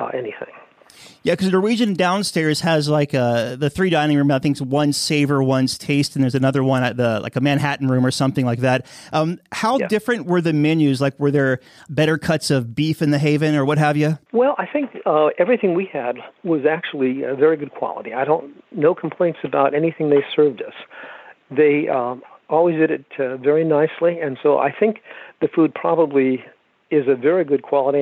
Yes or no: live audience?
no